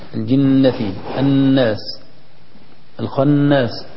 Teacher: النون المشددة التي فيها غنة مقدار حركتين تخرج من الخيشوم